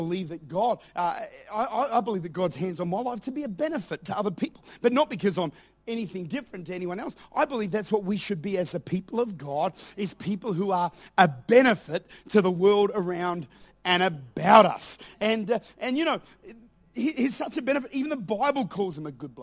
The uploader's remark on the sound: Recorded at Lifepoint Church, Adelaide, South Australia.